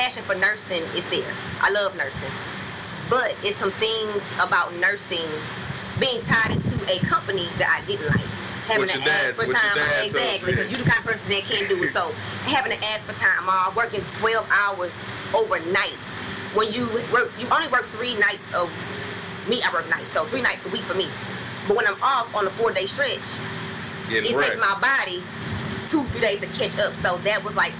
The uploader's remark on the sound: DUE TO TECHNICAL DIFFICULTIES WHILE FILMING BY THE POOL, BACKUP PLAN MAY HAVE EFFECT ON AUDIO. DUE TO TECHNICAL DIFFICULTIES WHILE FILMING BY THE POOL, BACKUP PLAN MAY HAVE EFFECT ON AUDIO.